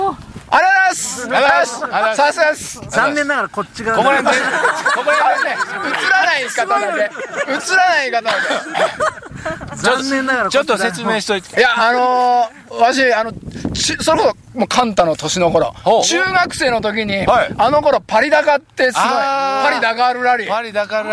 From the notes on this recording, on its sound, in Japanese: 長野県ビーナスラインの霧ヶ峰高原にて。バイクツーリングをして青空対談収録を開催いたしました。